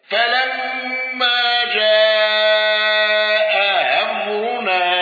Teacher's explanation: الأزرق بإبدال الهمز الثانية ألفا مع الإشباع وأوجه البدل